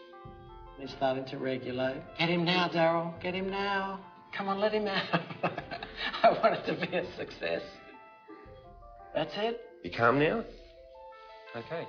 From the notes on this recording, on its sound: A Sydney Ideas event for Sydney Science Festival 2016.